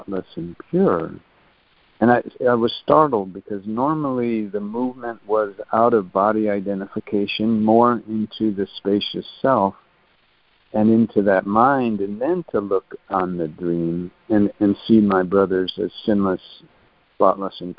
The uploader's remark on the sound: ACIM Daily Conference Call.